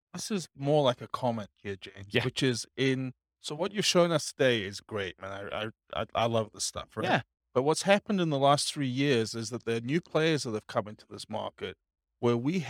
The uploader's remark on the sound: Real estate entrepreneurs in Pomona, California. This was a live class recorded.